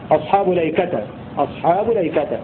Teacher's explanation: وقرأ غيرهم أصحاب الأيكة بلام مفتوحة بلا همزة، بلا همزة وصل قبلها ولا همزة قطع بعدها، وفتح تاء التأنيث غير منصرفة للعالمية والتأنيث في الموضعين أصحاب الأيكة أصحاب الأيكة.